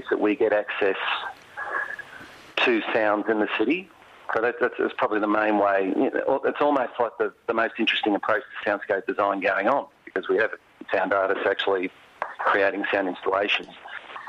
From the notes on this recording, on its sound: Calls. Gets on the horn.